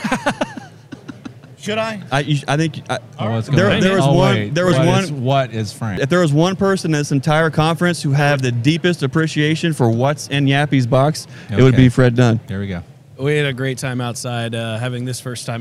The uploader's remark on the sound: interviews from The Hive Life Conference 2023